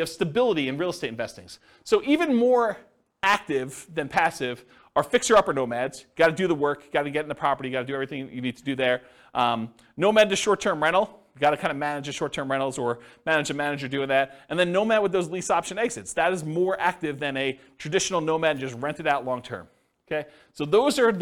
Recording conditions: live audience